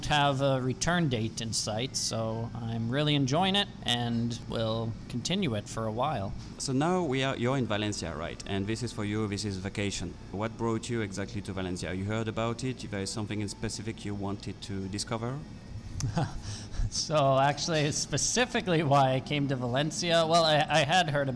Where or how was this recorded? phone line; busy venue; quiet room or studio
busy venue